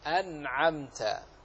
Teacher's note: والنون كما مر بنا من تحت طرف اللسان، وهو كما سيأتينا في الصفات من الحروف البينية التي بين الشدة وبين الرخاوة